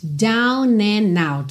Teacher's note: Você pode juntar tudo nos N's aí